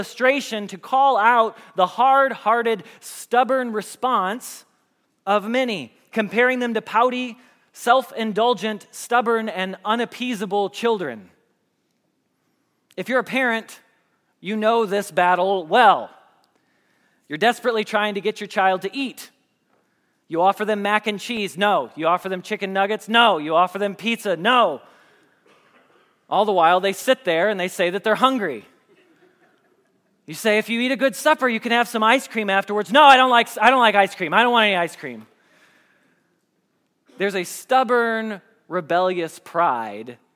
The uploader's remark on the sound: Message Preached at Valley Creek Church